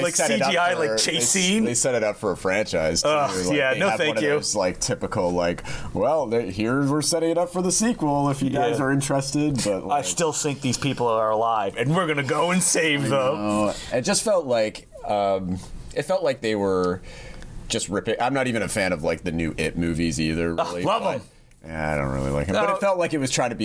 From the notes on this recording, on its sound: live from the brick and mortar store BAY STREET VIDEO in Toronto, Canada